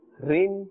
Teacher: But if it has a kasra, it will be pronounced with a flatter and a thinner sound.